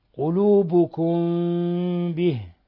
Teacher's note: ميم ساكنة جاء بعدها الباء إخفاء شفوي